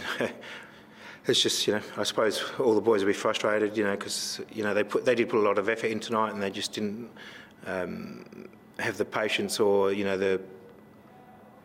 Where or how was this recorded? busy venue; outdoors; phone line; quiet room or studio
busy venue